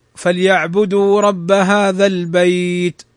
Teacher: فأصلها البيت مكسورة لو وصلنا، لكن لو وقفنا على التاء نسكن، فهذا يسمى مد سببه السكون العارض، يعني السكون لأجل الوقف.